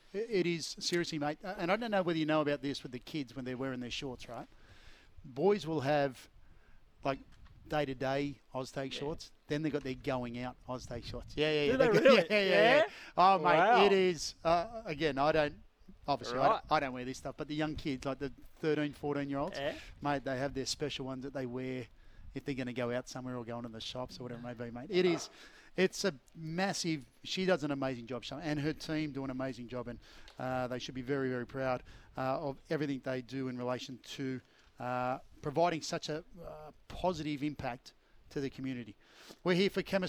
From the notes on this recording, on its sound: live from Terrigal Trojan rugby club